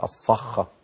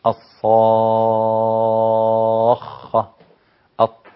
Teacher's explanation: حرف ساكن اهو، مشدد ساكن، انت بتقف على الخاء بالتشديد والسكون، سكون يعني سكون مشدد. فالتقاء الساكنين هنا تخلصنا منه بالمد ست حركات · Shown in: second take